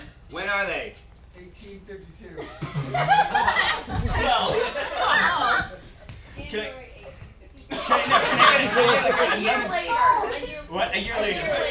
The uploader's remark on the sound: Two actors perform four 60-second scenes, each taking place at different points in time, based on suggestions from the audience! Pity Applause performs live improv comedy every other Friday in Brooklyn, NY!